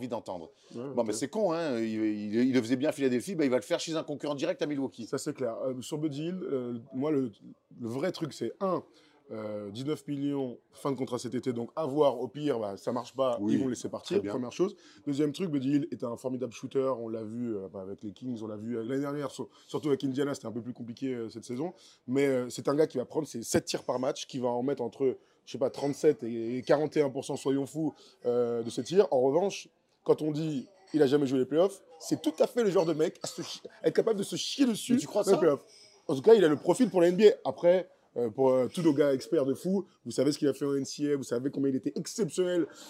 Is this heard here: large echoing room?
no